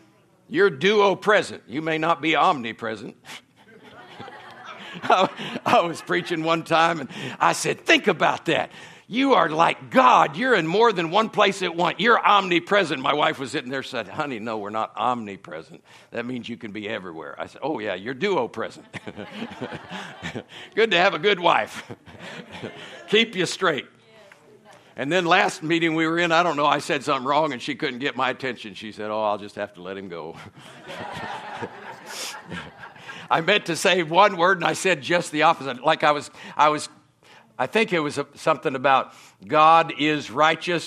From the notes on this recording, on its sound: From the Sunday night service on September 24, 2023 at Harvest Bible Church in Stockton, California. Is from the Sunday night service.